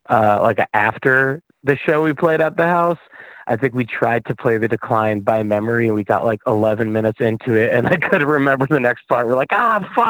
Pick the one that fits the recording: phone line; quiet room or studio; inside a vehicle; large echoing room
phone line